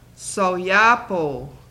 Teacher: Long O doesn't glide into a W.